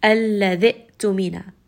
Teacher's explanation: So normally when we recite this, we say al-ladhi' tumina. So we have al-ladhi connected with the next hamza.